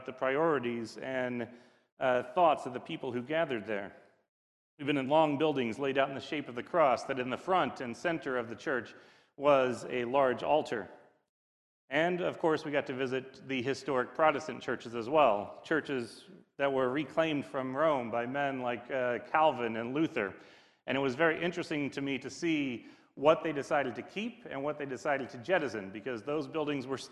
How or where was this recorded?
large echoing room